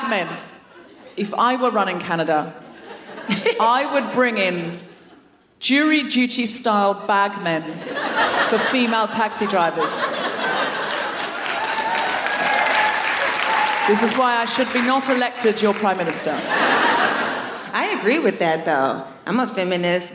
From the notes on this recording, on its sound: Recorded 12 January 2020 at Danforth Music Hall in Toronto.